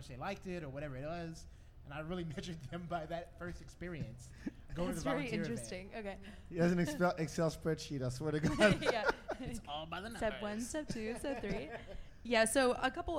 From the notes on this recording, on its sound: Live from Collide ATX.